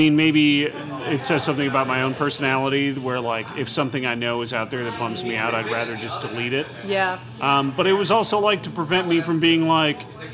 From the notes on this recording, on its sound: T's the last night of indoor bar service in NYC for a while. At Hinterlands Bar.